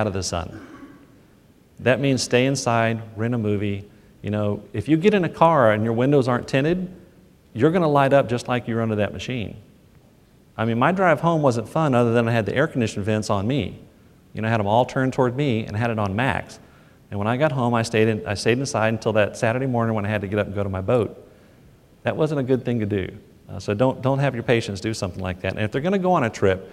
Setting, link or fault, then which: setting, live audience